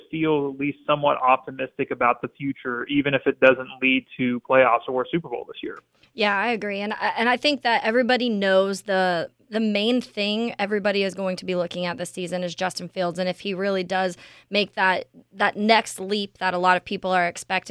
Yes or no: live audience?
no